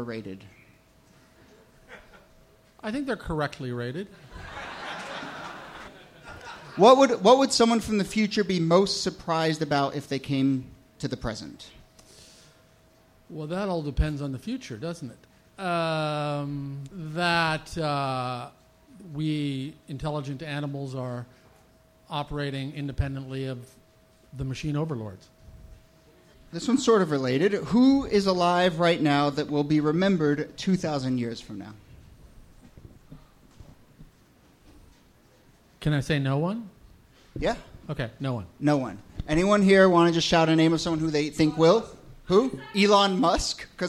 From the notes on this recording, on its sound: Ask Roulette is a conversation series in which strangers ask each other questions on stage. This excerpt is from our November regular show at Housing Works Bookstore.